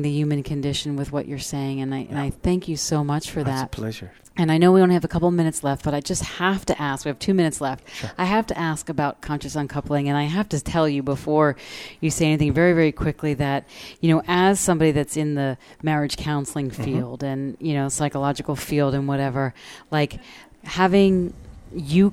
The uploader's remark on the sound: Broadcast day 2 Live form the Largest Women's conference in the USA! We will be live for 2 days bringing you all the event action, keynote speakers and VoiceAmerica hosts.